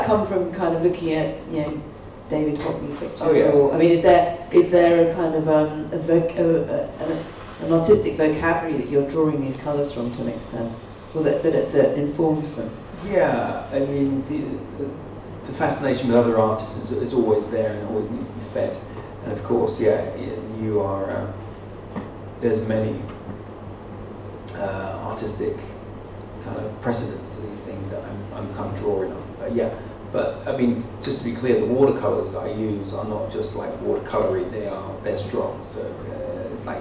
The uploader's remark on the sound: Lecture at the 2018 London Original Print Fair.